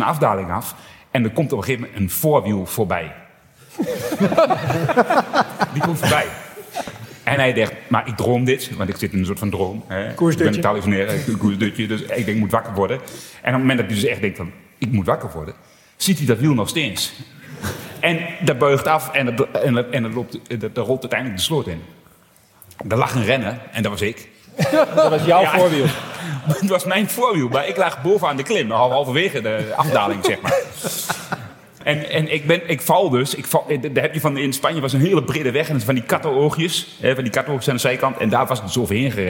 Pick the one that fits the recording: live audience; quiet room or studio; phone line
live audience